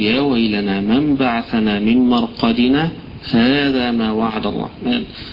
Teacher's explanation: ووصلت ما بعدها بعد سكتة يسيرة من غير نفس